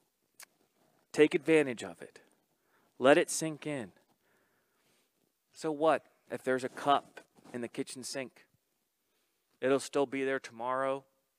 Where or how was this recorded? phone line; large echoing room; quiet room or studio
large echoing room